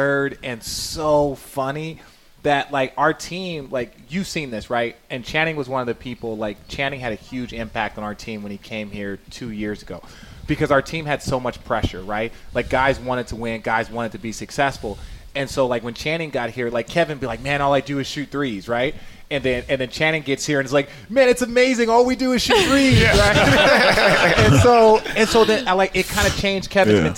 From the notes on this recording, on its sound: this special recording w/ Homage at their location